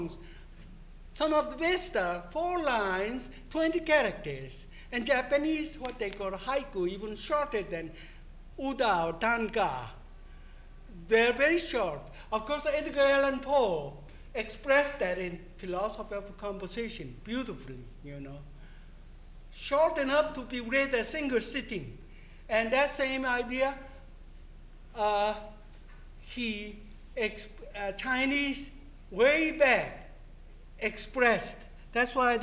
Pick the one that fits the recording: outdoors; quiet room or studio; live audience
live audience